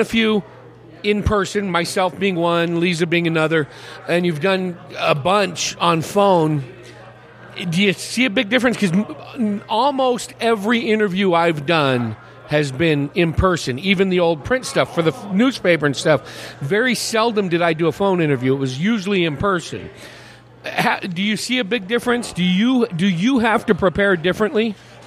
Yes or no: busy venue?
yes